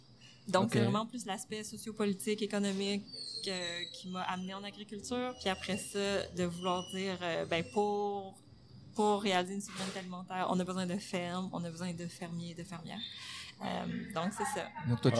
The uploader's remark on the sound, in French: Est au Pop Up Fermes et Restos. Les épisodes ont été enregistrés en direct pour vous faire revivre cette belle journée.